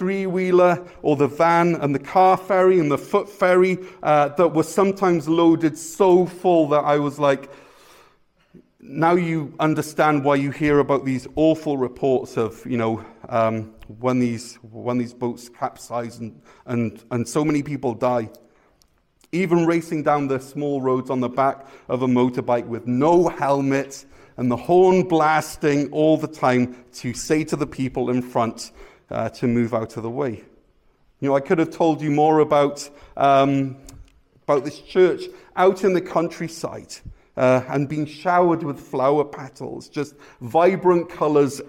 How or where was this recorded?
large echoing room